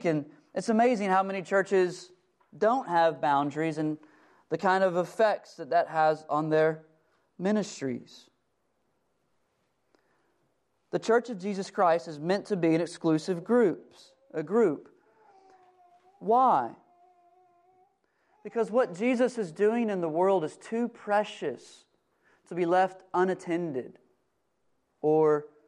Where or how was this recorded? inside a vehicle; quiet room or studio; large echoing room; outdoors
large echoing room